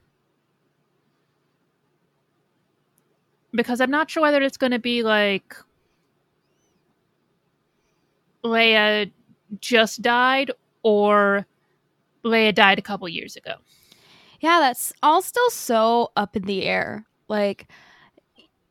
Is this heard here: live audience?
no